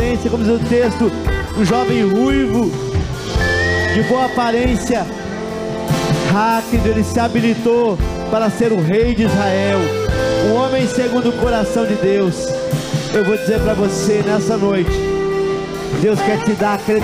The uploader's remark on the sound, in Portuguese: Em nosso Culto de Celebração. Na Igreja ABA Curitiba (Transmitido ao vivo).